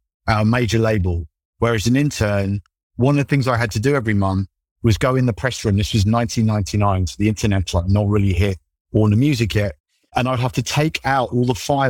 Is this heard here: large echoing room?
no